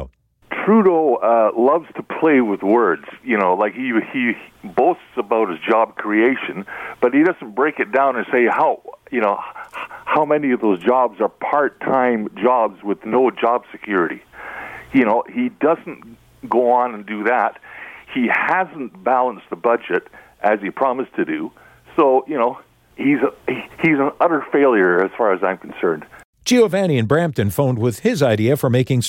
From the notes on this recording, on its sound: the best calls of the week!